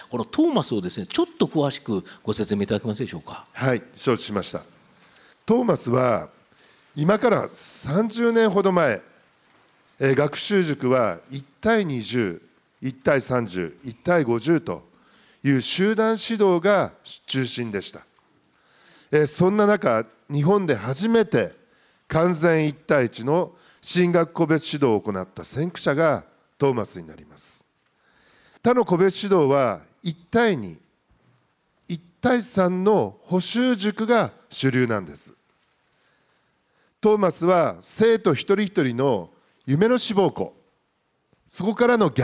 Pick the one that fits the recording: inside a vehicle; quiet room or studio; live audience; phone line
live audience